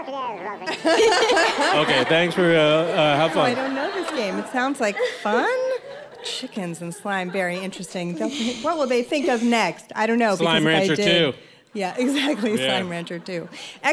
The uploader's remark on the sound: It's our first live show! Special thanks to the students and staff at Jefferson Elementary in Maplewood, NJ.